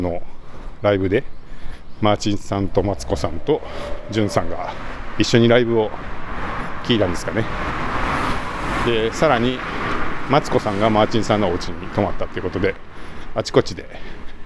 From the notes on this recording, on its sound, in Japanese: zoom M2を持ちながらお散歩録音してみた